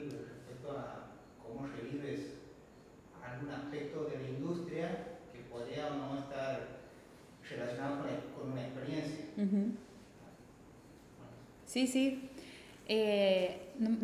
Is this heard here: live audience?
yes